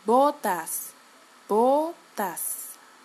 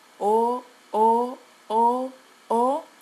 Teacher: when we say O in, in English, we kind of start open and then we close it a little bit. But what we do in Spanish is to keep it open all the time. · Term: open vowel